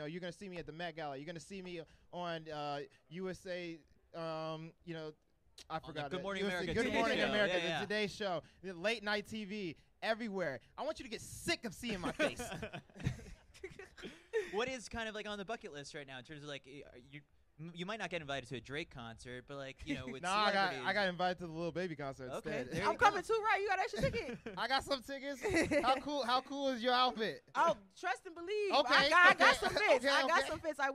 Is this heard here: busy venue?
yes